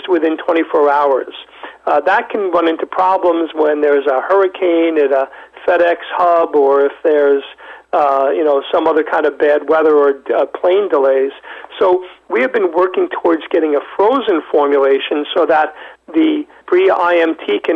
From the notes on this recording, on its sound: called in to SmallcapVoice